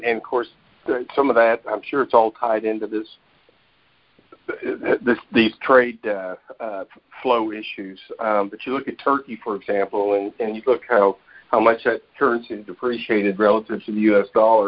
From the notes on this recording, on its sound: Monthly Conference Call On Cotton.